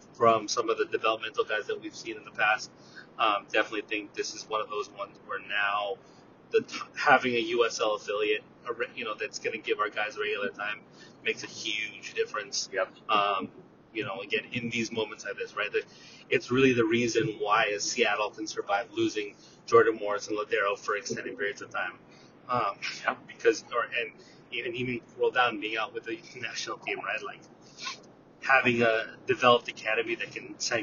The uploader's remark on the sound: Audio Quality Disclaimer*: this episode was recorded on the way home from the stadium in the car.